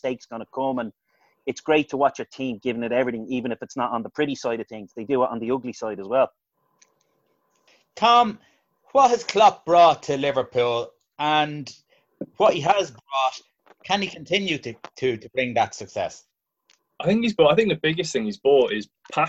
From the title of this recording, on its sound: Zoom Show